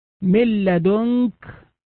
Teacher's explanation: إدغام كامل في اللام، وأصبحت اللام مشددة ولا أثر للغنة